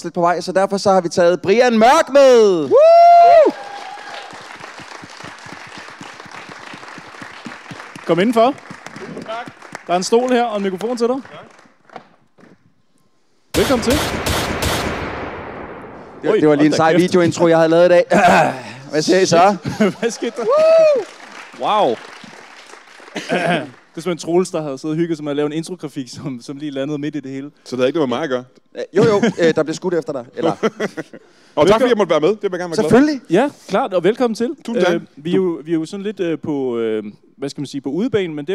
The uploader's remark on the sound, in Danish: Dette er et live-afsnit, optaget på Grønnegades Kaserne i Næstved